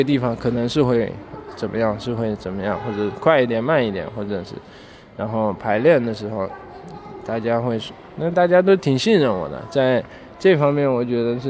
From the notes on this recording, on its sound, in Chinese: 2021年6月5日北京疆近酒现场录音